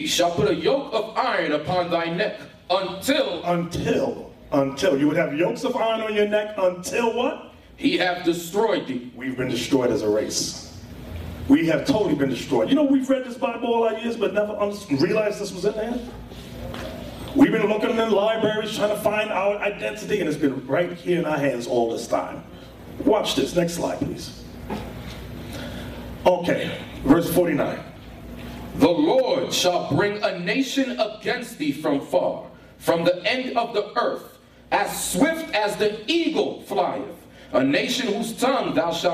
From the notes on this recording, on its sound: In this show we have a lecture at FAMU University.